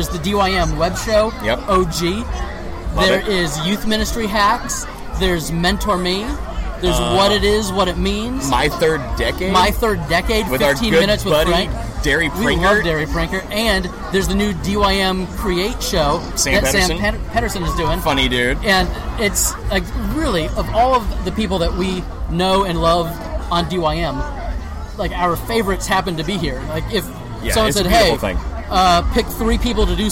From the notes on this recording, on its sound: We were broadcasting LIVE from the happiest place on earth, Walt Disney World. Our wives and kids were with us, and we were only interrupted by fireworks one time!